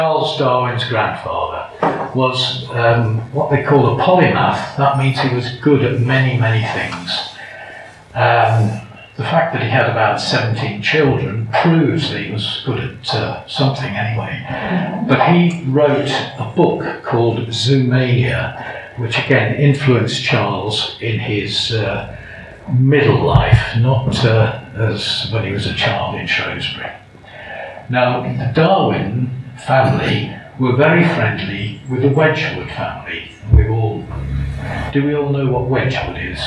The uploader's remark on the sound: Darwin Festival 2022. Recorded in the Hobbs Room at Shrewsbury Library. Despite the poor audio this lecture is at least audible.